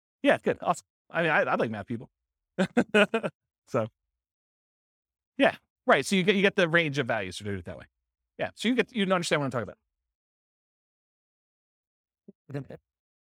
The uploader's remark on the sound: This was a live class recorded